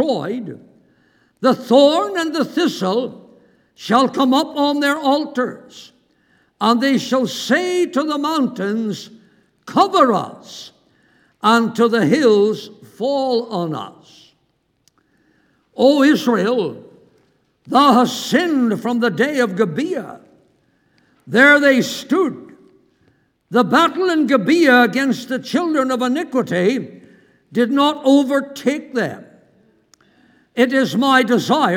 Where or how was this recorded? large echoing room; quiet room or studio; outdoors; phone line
large echoing room